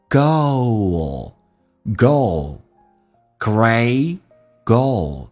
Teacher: it's not some greatgoal， goal 这个单词特别难发，首先 o 这个发音双元音，先发 a 再发 u，o，很多人会发成 great girl 或者 greatgirl，这都是有问题的。